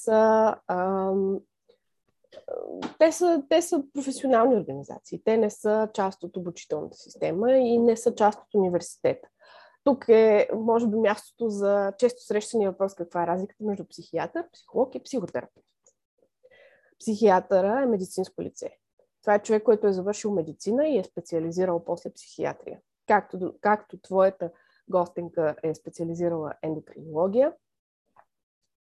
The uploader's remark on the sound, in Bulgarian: Този път се наложи да запишем епизода онлайн. Извиняваме се за страничния шум, но го игнорирайте.